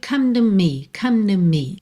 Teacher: Ficou quase um N nesse to